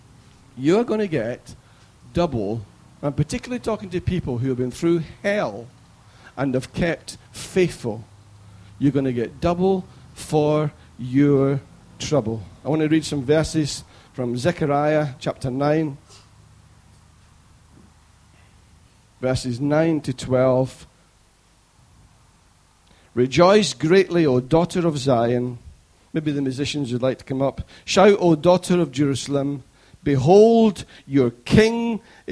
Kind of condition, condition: setting, large echoing room